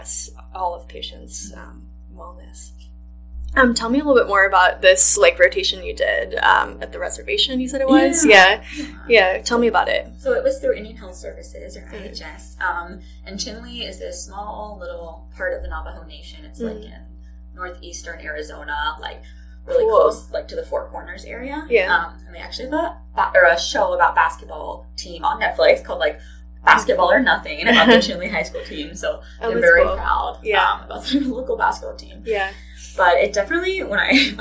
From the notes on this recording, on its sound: the audio unfortunately is not the best